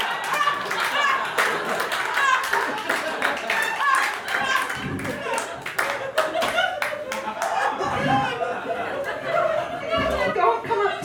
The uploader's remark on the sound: Recorded live at the Blue Monk in Portland, OR.